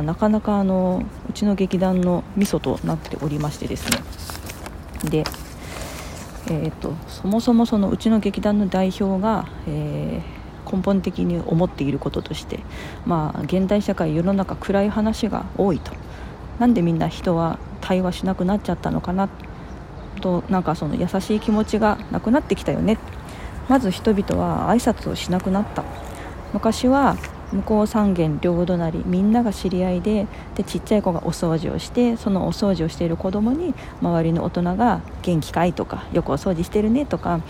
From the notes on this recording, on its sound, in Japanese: From Radiotalk。神戸三宮の東遊園地にて収録いたしました〜。途中、風が強くて聞きづらい箇所があります。